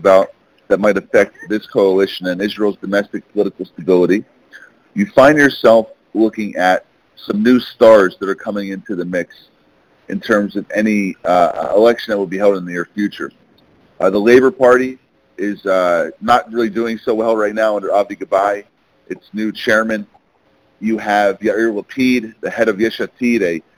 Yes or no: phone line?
yes